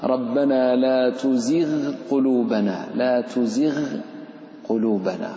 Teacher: لأن الغين من أدنى الحلق والقاف من أقصى اللسان فهما متجاوران، لكن لا تضغم بل أظهر · Term: أظهر غينها